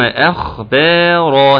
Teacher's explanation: الباء لازم تكون مرققة، نعم الخاء مفخمة، الألف اللي بعد الباء مرقق